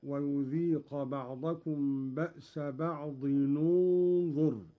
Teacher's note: قرأ قالون بضم أولى الساكنين، وهو تنوين الضاد هكذا: ويذيق بعضكم بأس بعض ننظر.